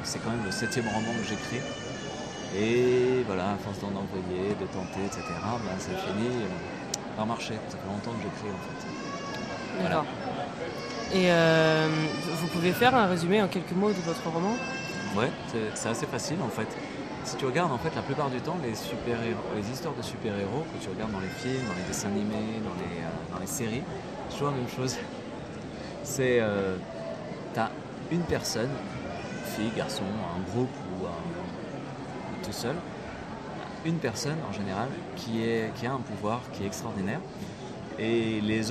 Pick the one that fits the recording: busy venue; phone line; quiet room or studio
busy venue